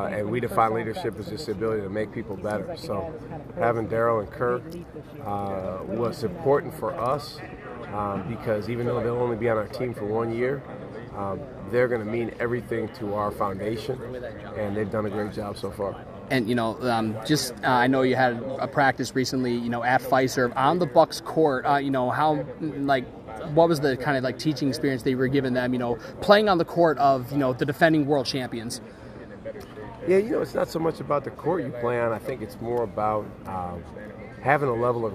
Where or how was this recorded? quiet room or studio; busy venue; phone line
busy venue